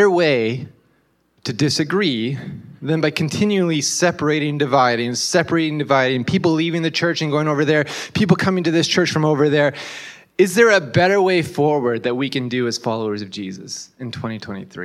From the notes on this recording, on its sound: This was originally delivered at Grassroots Church on June 18, 2023.